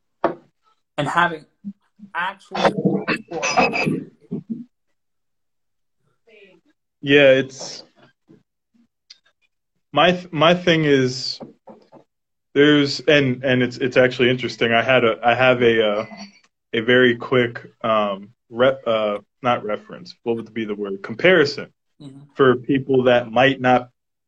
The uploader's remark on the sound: Instagram Live